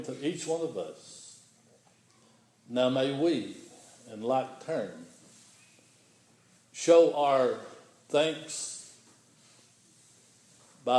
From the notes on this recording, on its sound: The following recording is the Sunday Sermon on Sunday, January 31, 2016 at Persia United Methodist Church in Rogersville, TN.